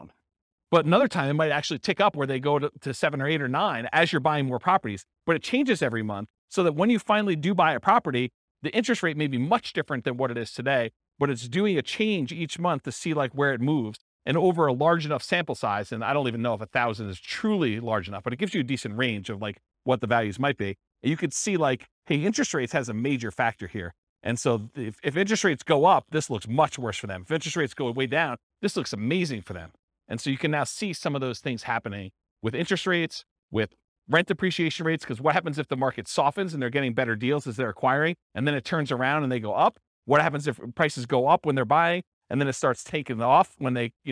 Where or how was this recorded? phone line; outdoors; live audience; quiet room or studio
live audience